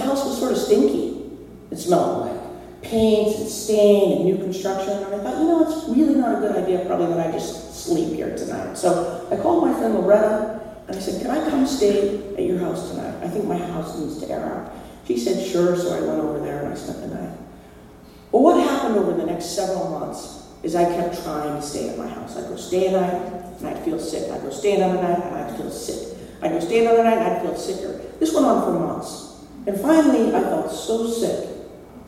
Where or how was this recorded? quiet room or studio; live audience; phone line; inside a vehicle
live audience